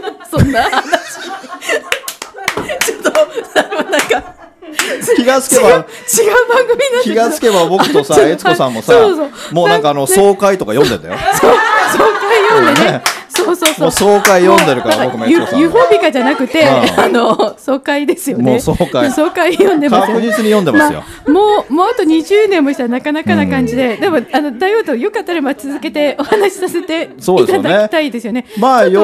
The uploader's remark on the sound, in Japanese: 講演会＆道後温泉ご一行様公開収録。